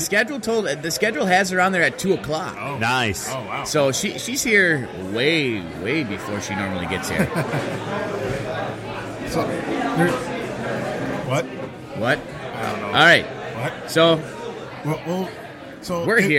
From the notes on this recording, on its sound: Live from Old Shillelagh